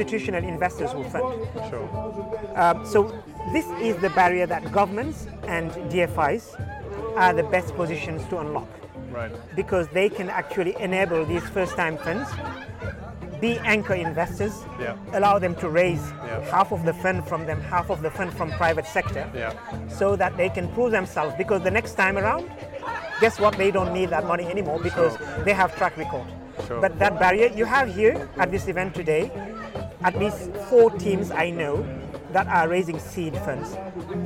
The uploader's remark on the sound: Was recorded at the AfricArena West African Summit in June 2021, held at The Raddison Sea Plaza hotel in Dakar. Throughout the conference, I chatted to as many stakeholders as possible.